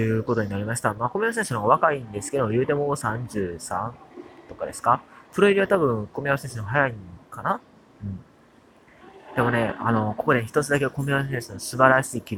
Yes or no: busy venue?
yes